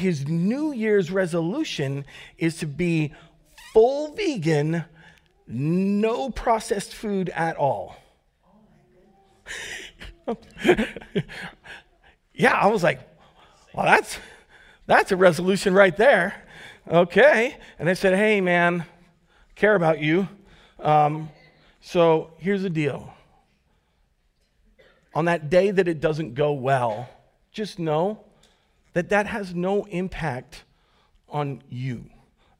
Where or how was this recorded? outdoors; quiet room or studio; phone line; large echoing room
large echoing room